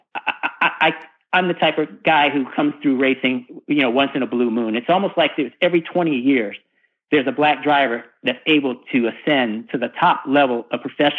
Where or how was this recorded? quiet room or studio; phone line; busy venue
phone line